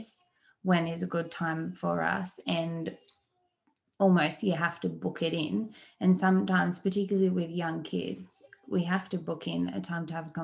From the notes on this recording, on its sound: the live Q&A we did in the Wholesome Mumma Facebook Group